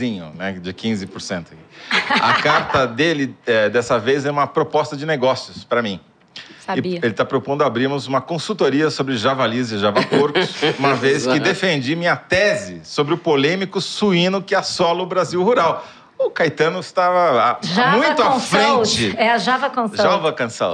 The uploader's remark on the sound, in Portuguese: Ao vivo no Festival